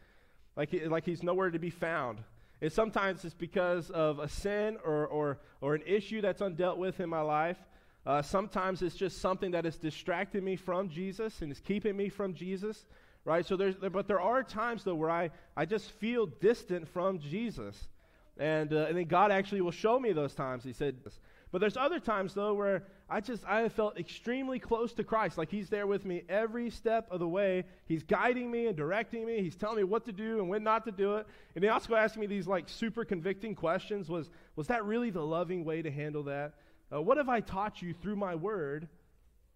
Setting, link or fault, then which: setting, large echoing room